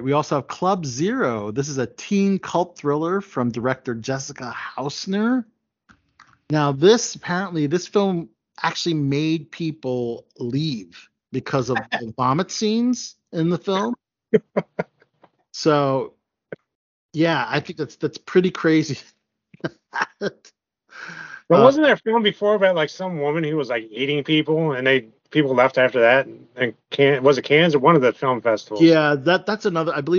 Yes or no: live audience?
no